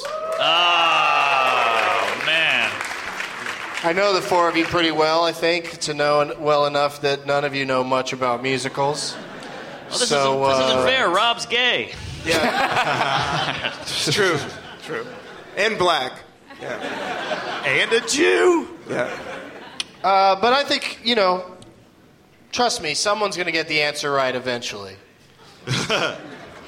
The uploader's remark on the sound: Live from the Gramercy Theatre in NYC